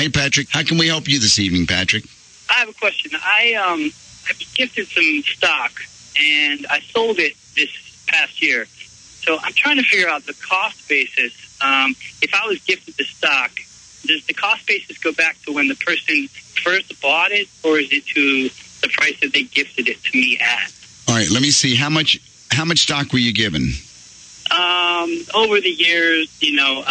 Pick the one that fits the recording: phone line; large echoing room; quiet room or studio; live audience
phone line